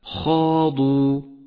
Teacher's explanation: الخاء والألف والضاد كلها حروف مفخمة تتالت في هذه الكلمة، بينما حرف الواو حرف مرقق